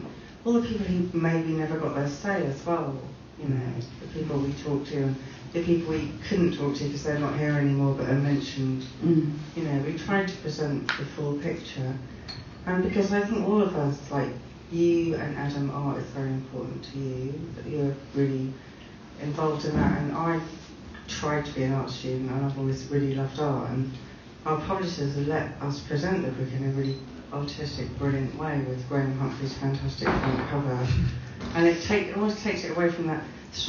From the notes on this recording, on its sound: Recorded in front of a live audience at Rough Trade, Nottingham.